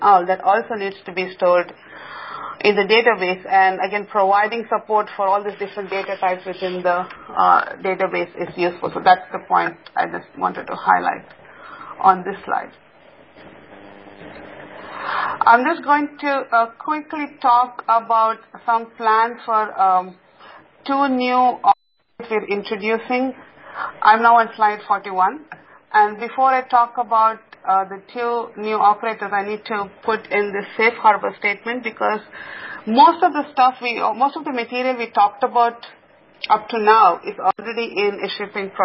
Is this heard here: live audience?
no